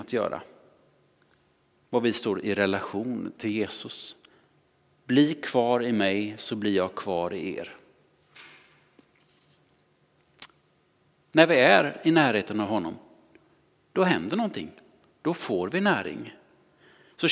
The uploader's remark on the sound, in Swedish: Inspelning från Immanuelskyrkan Skövde.